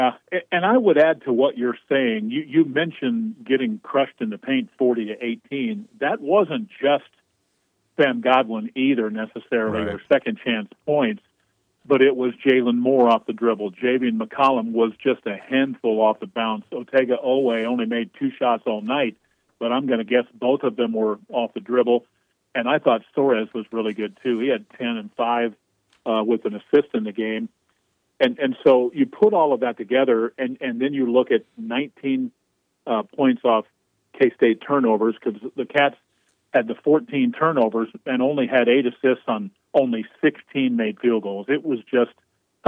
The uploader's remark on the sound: calls in from Bramlage